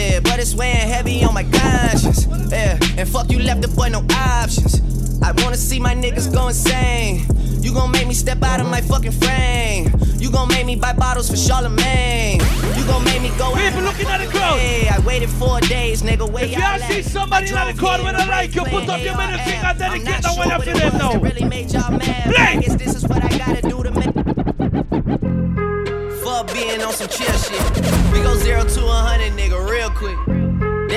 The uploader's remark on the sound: Island Invasion Summer Heat 2015 - Costa Maya Weekend. Live Audio From Fido's Restaurant | Bar In San Pedro, Ambergris Caye.